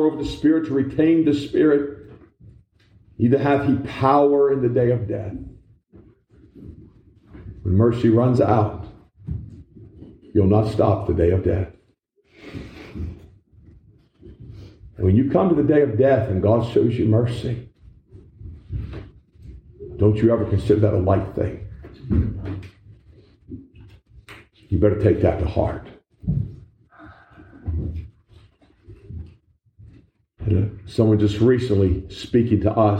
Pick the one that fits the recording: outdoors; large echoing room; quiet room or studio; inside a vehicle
large echoing room